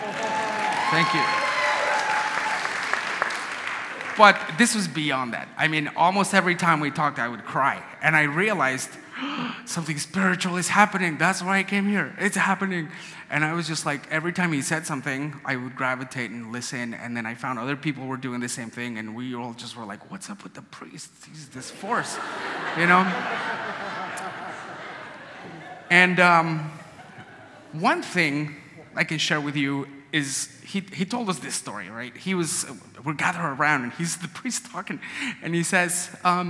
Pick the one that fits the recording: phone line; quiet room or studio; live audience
live audience